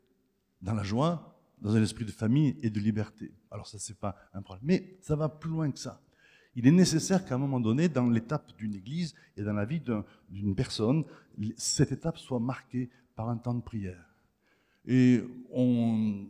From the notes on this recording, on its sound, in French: Enregistré à l'église CVV, le 26/03/2023